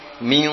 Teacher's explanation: Mingnya benar-benar ming ya, NG ditambah tebal.